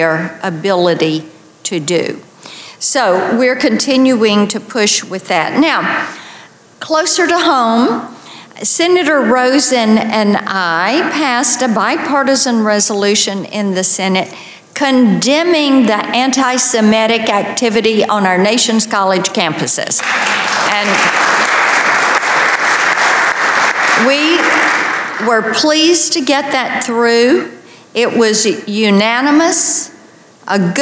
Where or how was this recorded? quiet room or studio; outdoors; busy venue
busy venue